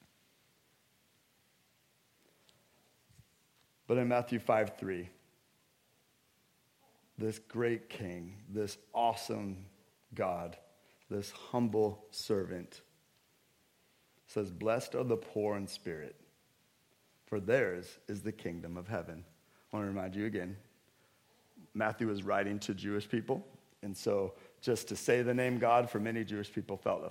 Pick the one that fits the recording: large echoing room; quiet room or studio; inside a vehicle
large echoing room